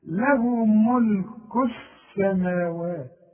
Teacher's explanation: بتتحول اللام إلى نفس الحرف الذي يليها · Term: اللام الشمسية